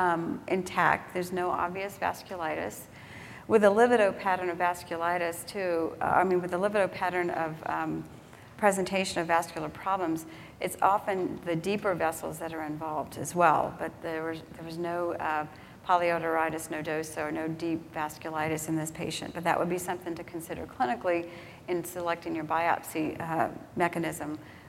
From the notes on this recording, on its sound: This was recorded at the 2011 Summer Conference in Washington DC.